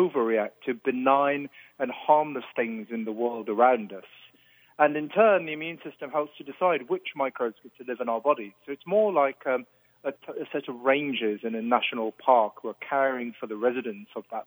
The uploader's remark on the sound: full phone interview